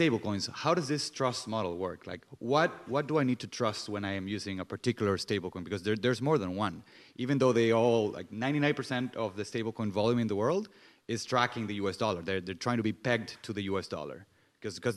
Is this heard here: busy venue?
yes